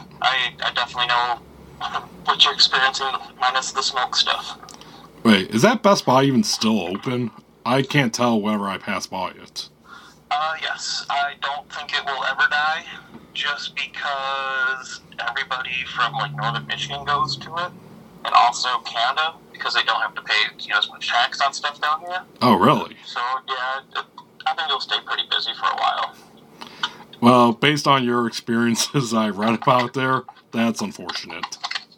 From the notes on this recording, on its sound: Recorded at via phone in Grand Rapids, Michigan, and Traverse City, Michigan.